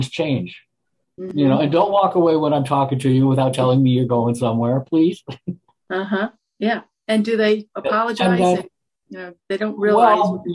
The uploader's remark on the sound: CCLVI Zoom Call Recording 12/17/21. Enjoy the informative and helpful community discussion we had on oir 12/17/21 Friday Coffee Hour Zoom call!